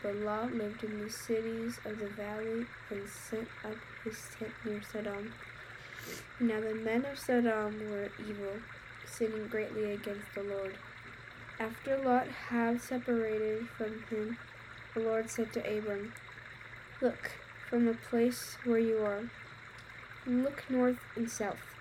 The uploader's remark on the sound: Background sounds: Creek